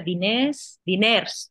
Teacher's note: en catalán se dice dinés, diners, pronuncian la R, nosotros no